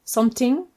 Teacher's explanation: often the TH sound is replaced for a T sound, something.